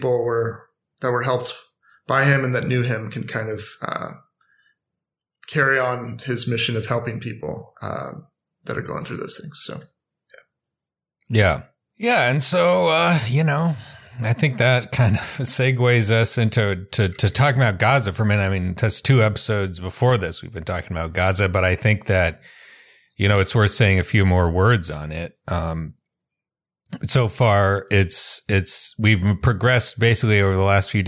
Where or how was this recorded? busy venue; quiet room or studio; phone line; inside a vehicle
quiet room or studio